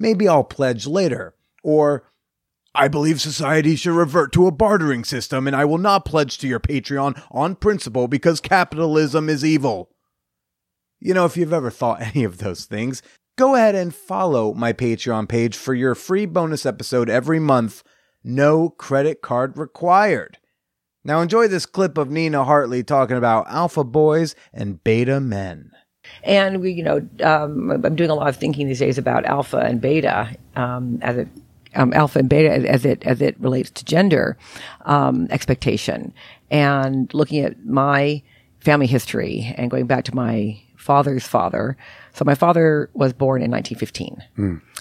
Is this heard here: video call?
no